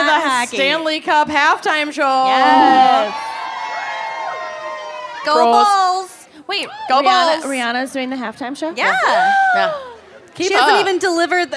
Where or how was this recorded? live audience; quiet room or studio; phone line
live audience